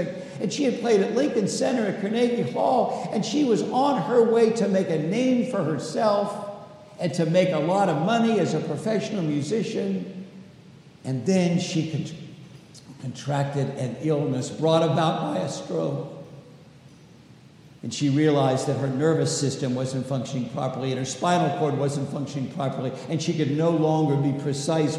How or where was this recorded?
large echoing room